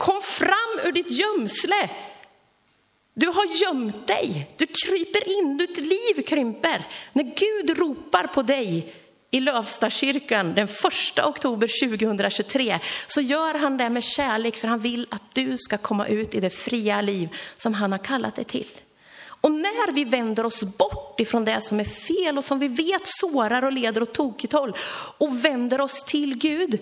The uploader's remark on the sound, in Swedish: Inspelad under gudstjänst i Löfstadkyrkan i Tranås.